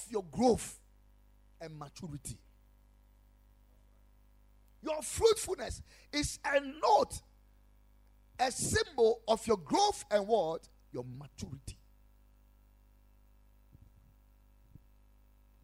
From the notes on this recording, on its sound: Preached at Ekklesia Chapel